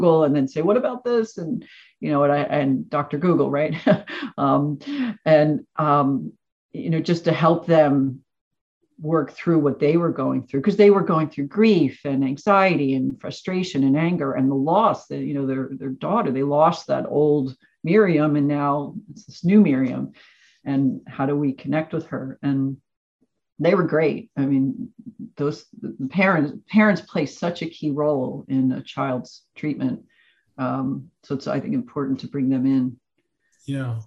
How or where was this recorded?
video call